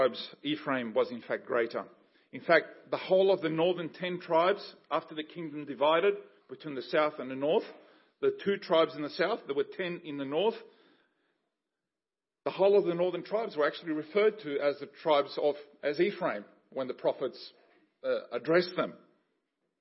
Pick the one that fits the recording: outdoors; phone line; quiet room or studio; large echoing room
large echoing room